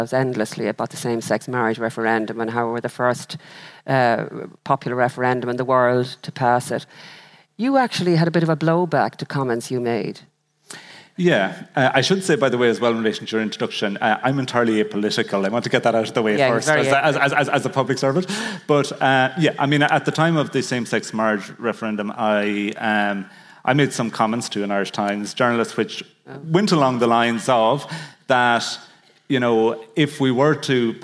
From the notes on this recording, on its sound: This episode was recorded live from The Convention Centre in Dublin, as part of Accenture’s International Women’s Day Celebrations.